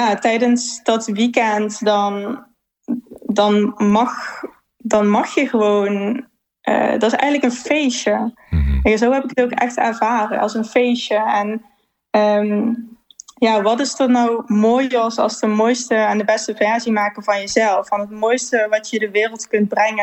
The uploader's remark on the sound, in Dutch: Een online live seminar.